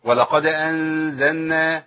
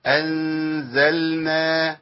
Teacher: أنزلنا أيوة كده تنفع، يبقى لازم أبين اللام وإلا تخش في النون على طول · Shown in: second take